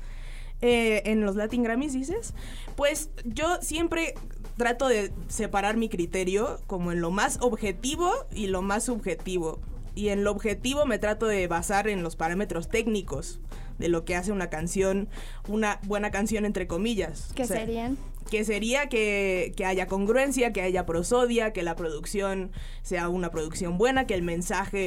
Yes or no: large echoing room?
no